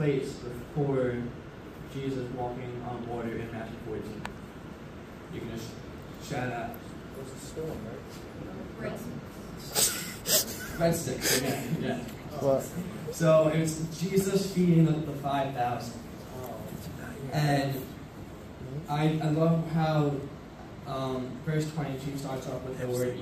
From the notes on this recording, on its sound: This episode is a recording from my first sermon message I spoke at BASIC. Basic is a Christian fellowship club at my school.